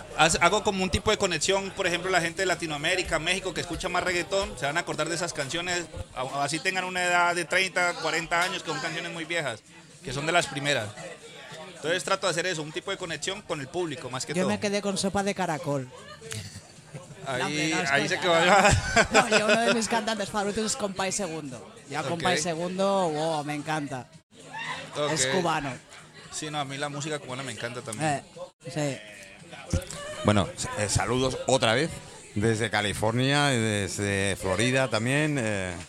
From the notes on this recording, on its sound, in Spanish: TERTULIAS MIRAIXO TERCERA PARTE desde Restaurante Bon Pas.